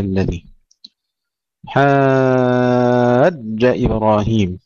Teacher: كذلك التاء ألم ترى وليس ألم ترى، ألم ترى إلى الذي حاج إبراهيم، ننتبه هنا إلى تشديد الجيم، لا نمد فقط من تشديد، نمد ونشدد الجيم جيدا